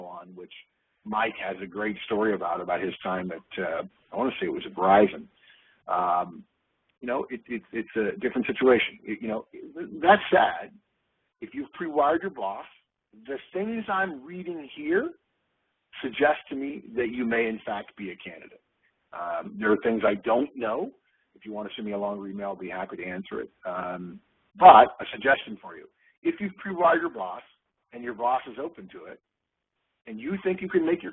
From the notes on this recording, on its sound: August 2011 Conference Call